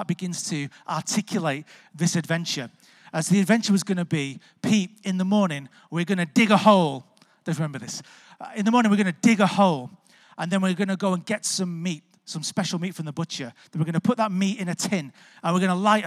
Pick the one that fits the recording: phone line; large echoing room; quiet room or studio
large echoing room